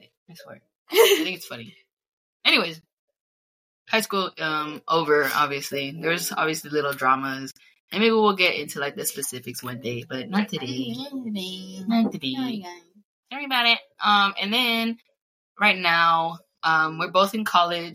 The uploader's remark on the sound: Sorry the audio is booty , I only have one mic babes.